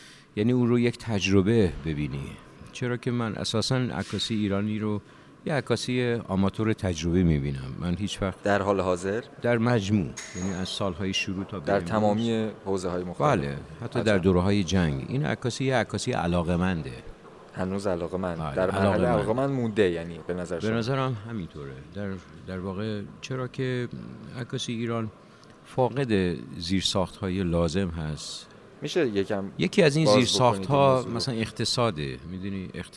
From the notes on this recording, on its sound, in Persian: این گفت و گو به صورت زنده در خانه هنرمندان ایران ضبط شده است.